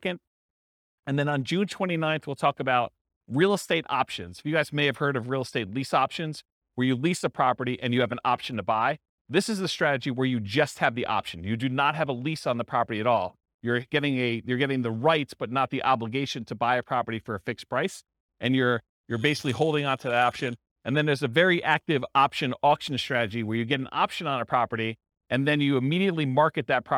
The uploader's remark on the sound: This was a live class recorded